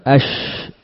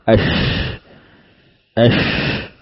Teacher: Di mana saat kita melafadzkan syin sukun misalkan ash, terasa ada penyebaran suara dan aliran nafas dari poros makhraj, yaitu tengah lidah, kemudian menyebar membentur permukaan-permukaan atau permukaan gigi-gigi yang di sekitar lidah. · Term: tafasyi